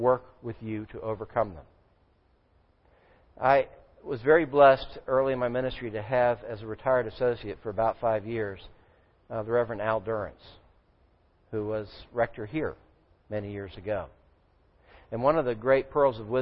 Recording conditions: large echoing room